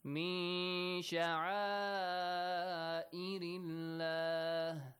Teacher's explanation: Sha'a mad. Hamza is in the same word. So mad is wajib, 6 counts.